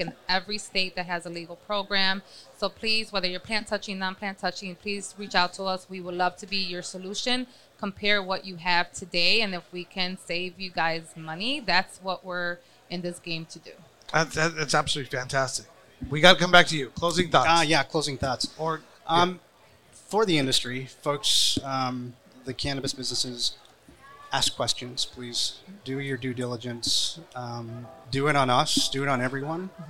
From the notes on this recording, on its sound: Recorded at MJUnpacked NYC